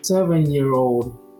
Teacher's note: 就想象这个 seven 和 year 跟 old 里面，它们中间没有那个空格 · Term: 连在一起念